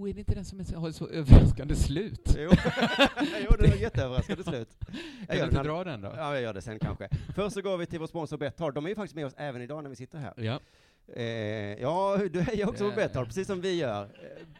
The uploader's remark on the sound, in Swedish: live i sthlm